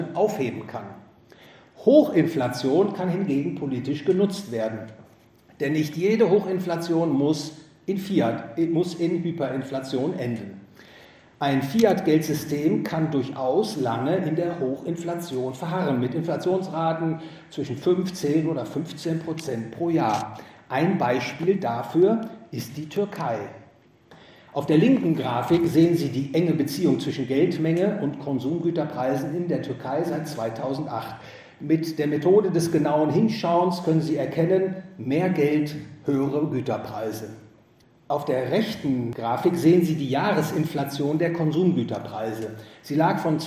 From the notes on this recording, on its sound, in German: Gehalten auf dem GVS Finanzkongress. In Wien.